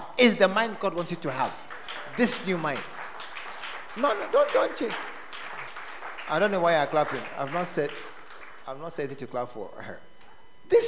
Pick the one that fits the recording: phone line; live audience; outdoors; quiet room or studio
live audience